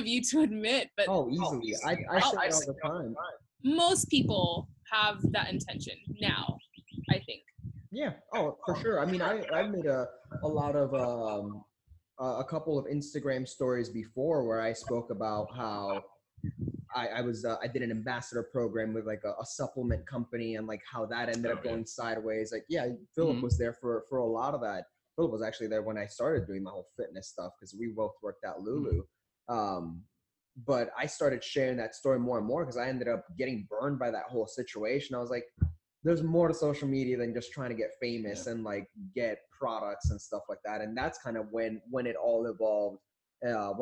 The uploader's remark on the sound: as we figure out how to use ZOOM for a podcast